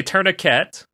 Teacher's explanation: Yeah, we don't pronounce the T.